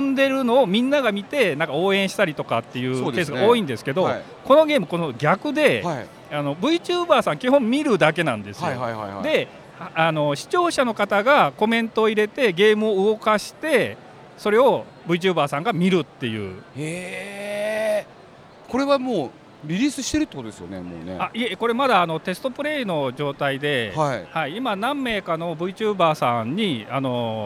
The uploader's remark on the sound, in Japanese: 東京ゲームショウ2023 の現場からお届けします！